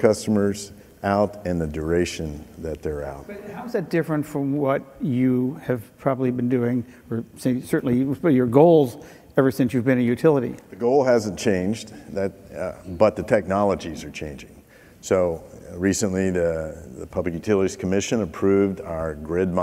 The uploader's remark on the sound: The best of live interviews from GreenBiz events.